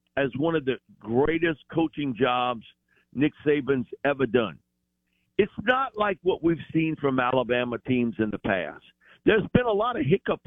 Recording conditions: phone line